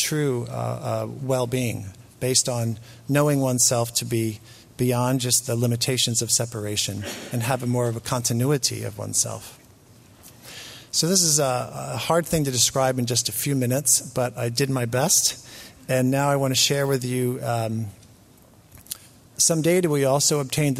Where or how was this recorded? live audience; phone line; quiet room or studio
live audience